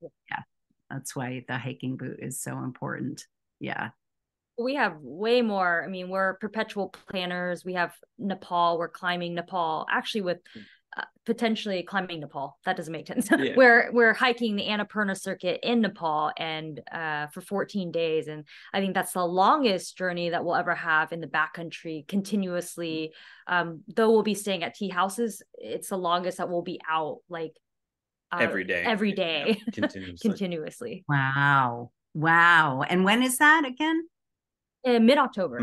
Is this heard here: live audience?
no